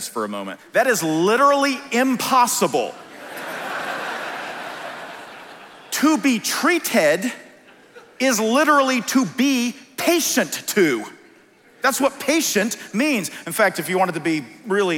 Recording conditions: live audience